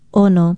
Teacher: Ono is spelled Okina O-N-O and pronounced Ono. Be sure to start it with that glottal stop, because ono without the glottal stop is the popular and tasty fish known in English as the wahoo.